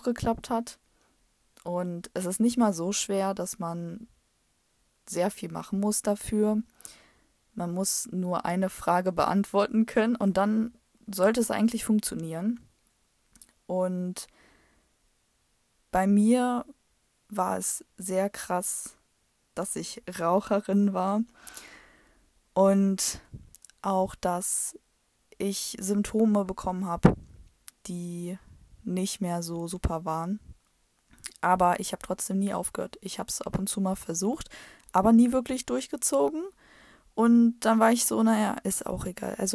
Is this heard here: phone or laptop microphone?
yes